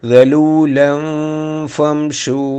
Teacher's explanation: ദലൂലം ഫംഷു അവിടെ ദലൂലൻ എന്ന് കഴിഞ്ഞിട്ട് ഫ വന്നതുകൊണ്ട് ഇഹ്ഫ ആണ് നിയമം നൂനിന്റെ ശബ്ദം പുറത്ത് കേൾപ്പിക്കാതെ പാരായണം ചെയ്യണം